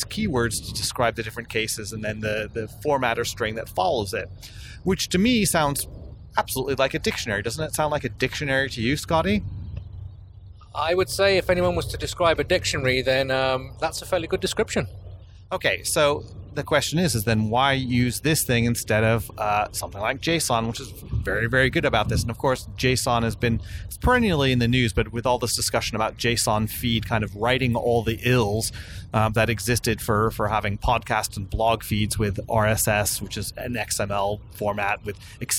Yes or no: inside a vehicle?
yes